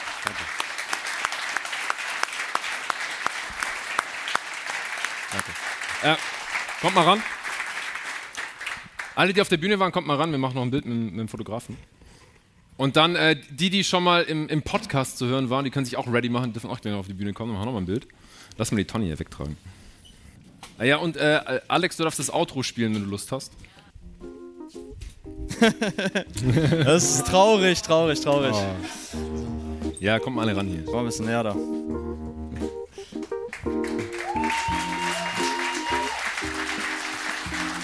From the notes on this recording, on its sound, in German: Live-Podcast-Show. Gab es zum ersten Mal JTNBA live auf der Bühne, jetzt bekommt ihr den Mitschnitt der zweiten Halbzeit in euren Podcast-Feed! Teil des Live-Mitschnitts.